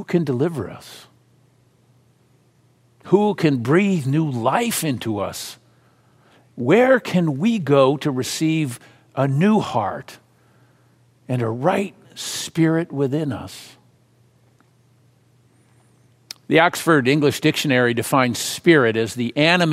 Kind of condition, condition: setting, large echoing room